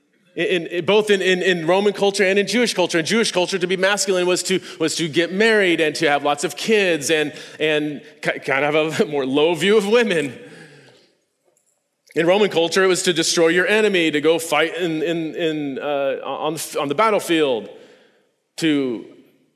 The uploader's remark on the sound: This podcast is a recording of a talk I gave at this year’s Revoice conference in Plano, TX.